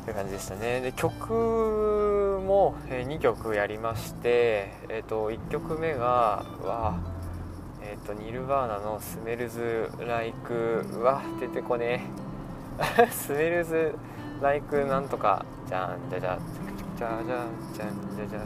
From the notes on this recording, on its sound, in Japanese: いいかねPalette→宮崎間の収録です。ザラザラ雑音が入っていてすみません。